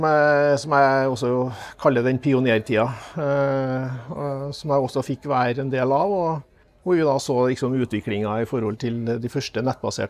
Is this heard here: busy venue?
yes